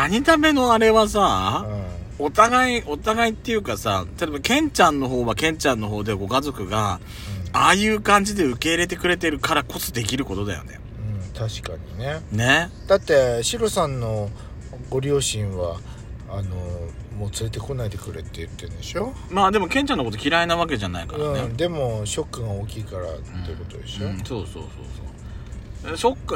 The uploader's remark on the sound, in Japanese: パーキング収録